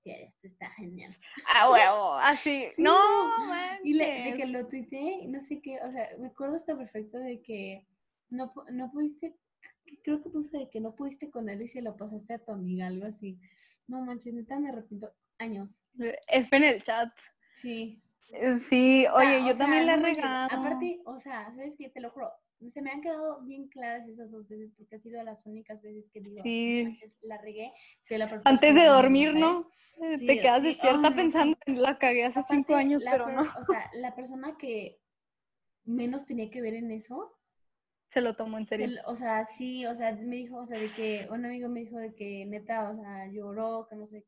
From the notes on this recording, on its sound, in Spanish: tuvimos algunas dificultades para grabar